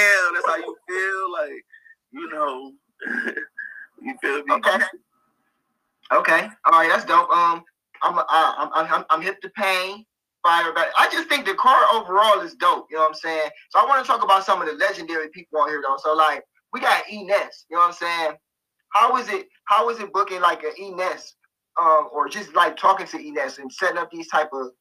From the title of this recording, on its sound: Instagram Live Edition